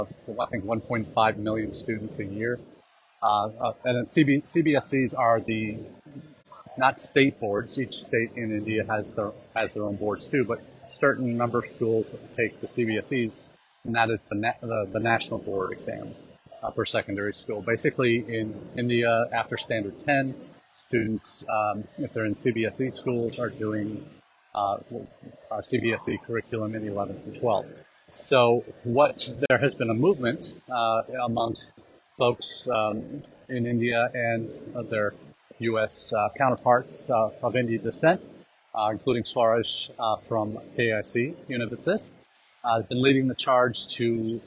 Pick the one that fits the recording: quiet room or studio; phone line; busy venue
busy venue